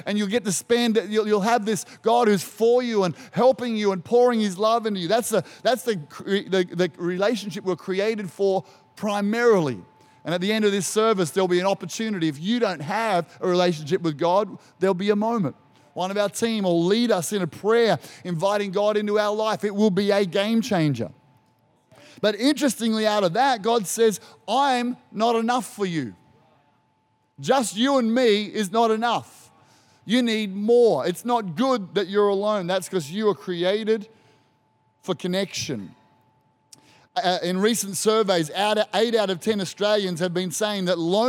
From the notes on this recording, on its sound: This was recorded in our 9am service